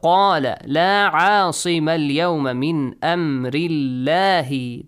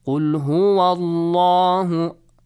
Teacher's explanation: The word Allah is pronounced lightly. Why is that? Because the word before is maksur. · Shown in: first take · The word before ends with a kasra, right?